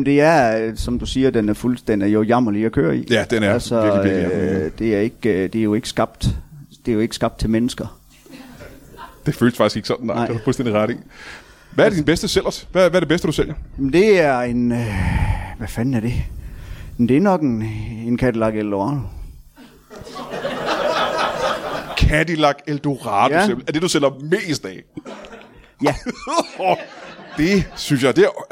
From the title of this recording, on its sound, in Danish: LIVE fra Tobbers i Kolding